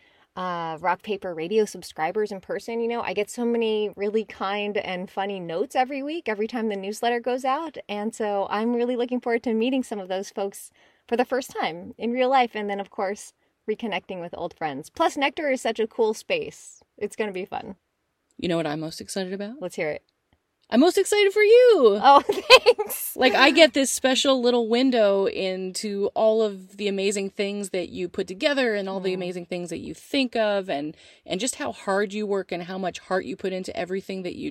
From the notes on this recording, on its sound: Recording in cars with girls. In the back of a hot Jetta.